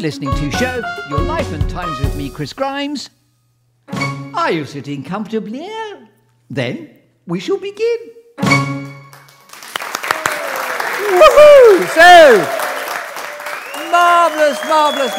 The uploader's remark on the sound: LIVE from The Theatre Royal Bath.